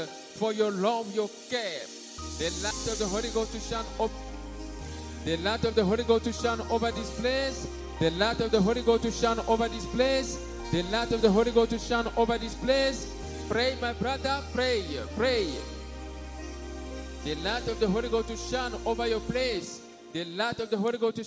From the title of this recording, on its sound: Sunday Live Service - Service dominical en direct